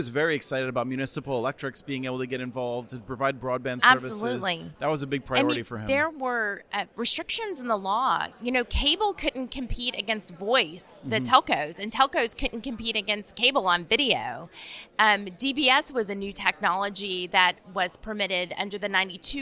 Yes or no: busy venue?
yes